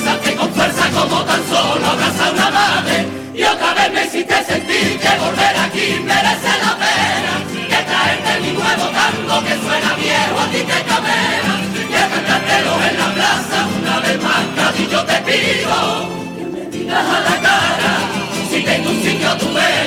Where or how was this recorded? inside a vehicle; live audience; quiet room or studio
live audience